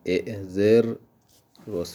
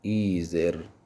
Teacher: اگر حرف قبل مکسور است، همزه تبدیل میشود به یا · Shown in: second take · مثلا اعذر رس فعل امر میشود ایذر.